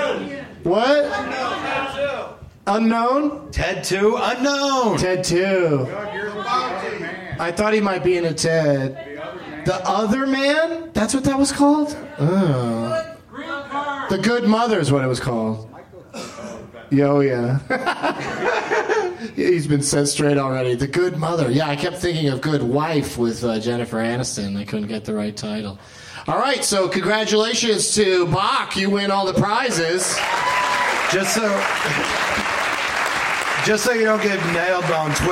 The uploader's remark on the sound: Live from the Traverse City Film Festival